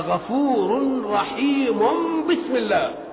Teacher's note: لأن التنوين إذا جاء بعده باء يقلب التنوين ميما، فعمل الميم على رحيم قبل ما تيجي بسم الله الرحمن الرحيم، يبقى غفور رحيم بسم الله الله. · Term: إقلاب